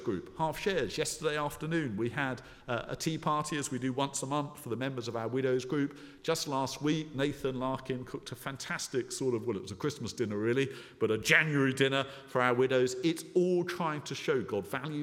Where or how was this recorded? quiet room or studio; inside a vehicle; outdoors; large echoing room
large echoing room